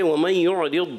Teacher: ضَاد کے ادائے کی صفت استعلاء بھی ہے اطباق بھی ہے یعنی ایک تو پُر ہونا اور ایکسٹرا پُر ہونا صرف پُر نہیں کریں گے ہم نے زیادہ پُر بھی کرنا